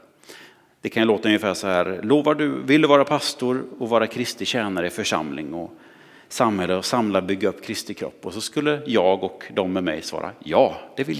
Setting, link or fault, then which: setting, large echoing room